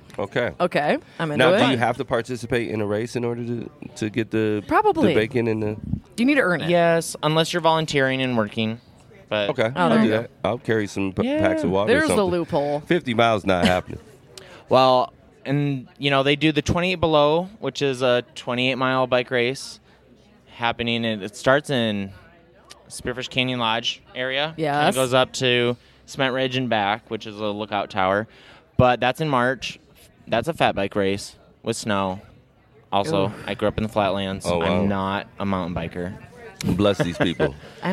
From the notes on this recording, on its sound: LIVE From Pierre 2020. The 605 Show is back in Pierre for the annual Governor’s Conference on Tourism.